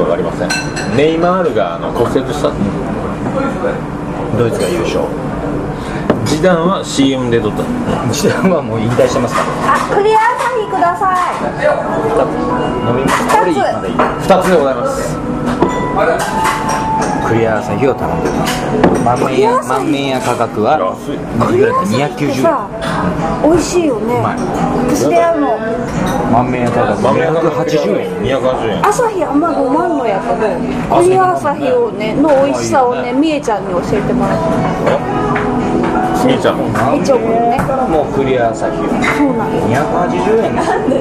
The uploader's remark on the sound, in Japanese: ミュージシャンの聖地ザ・満麺屋にて